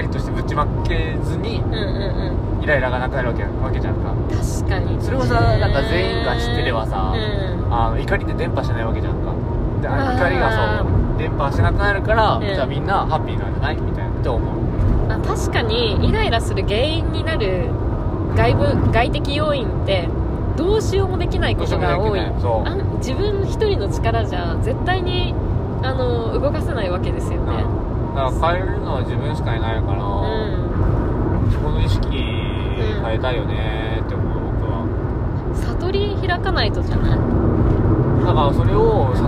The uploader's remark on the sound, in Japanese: 車の中で収録してます！騒音うるさいかも！ごめんなさい！